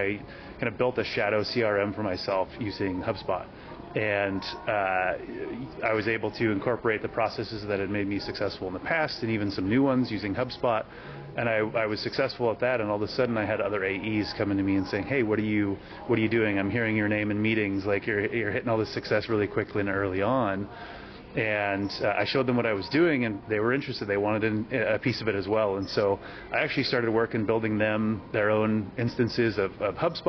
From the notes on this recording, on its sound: on the sidelines of the HubSpot Inbound conference